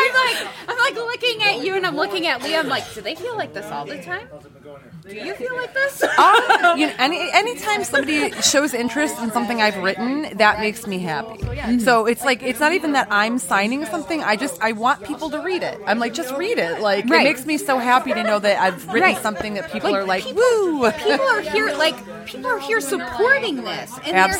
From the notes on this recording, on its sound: Live from Nexus 419. We are back with a live episode from the awesome new shop Nexus 419 just outside of Toledo!